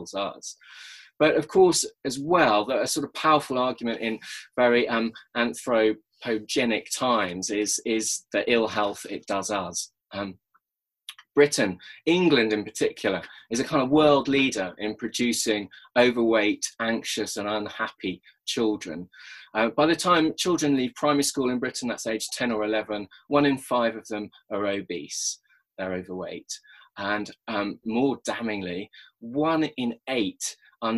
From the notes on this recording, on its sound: Recorded at our second online 5x15 in May 2020